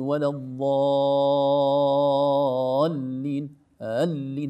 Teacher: إذا أردنا أن نظهر اللام مشددة بعدها والحرف مشدد، لابد أن نرفع الصوت قليلا في نهاية المد، هذا يسموها النبرة الصوتية. النبرة الصوتية هذه أو دفعة الصوت هذه هي التي تساعدنا على ظهور الشدة.